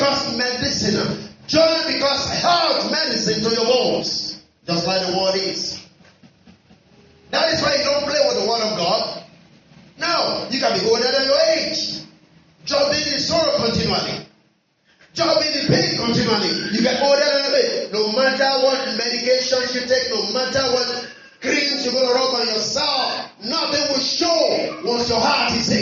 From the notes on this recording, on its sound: Our apologies on the audio quality.